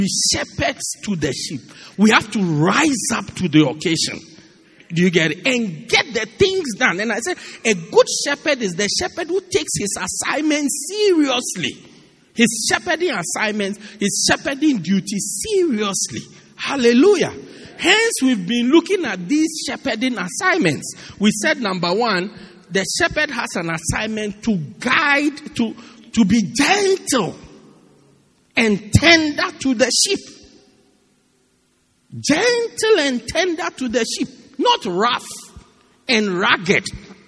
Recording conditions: large echoing room